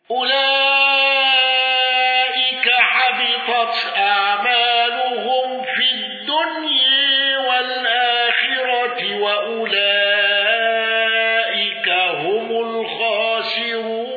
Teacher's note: أبو عمرو بتقليل الدنيا